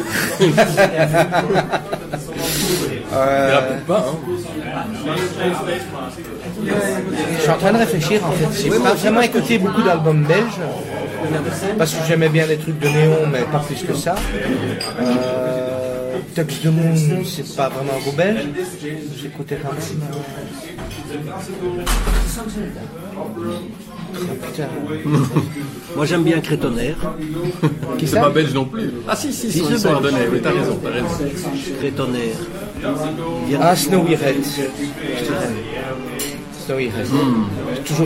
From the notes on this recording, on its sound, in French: A été initialement réalisée pour Radio Rectangle en 2013. Depuis le bar La Fleur En Papier Doré, à Bruxelles.